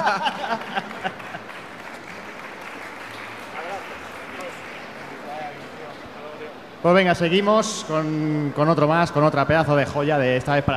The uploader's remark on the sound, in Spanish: Retrobarcelona 2017. Os traemos el especial que grabamos en la pasada Retro Barcelona junto a nuestros hermanos y compañeros de Rejugando.